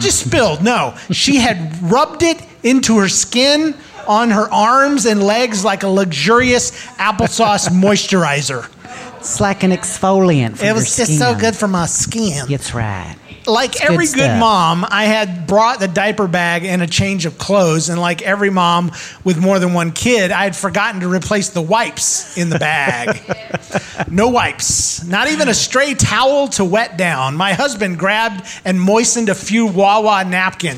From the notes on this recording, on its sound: Recorded in front of a live audience at Narthex Con 2022.